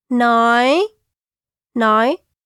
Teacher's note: nói, meaning to say, and it is the rising tone.